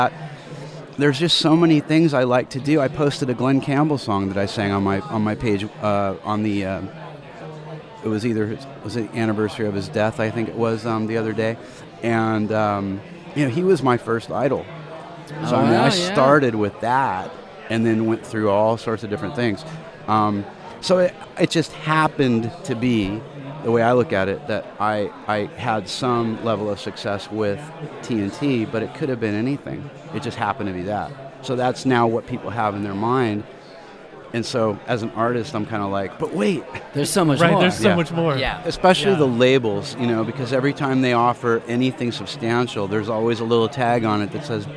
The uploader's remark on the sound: live at Rock N Pod 2019 in Nashville, TN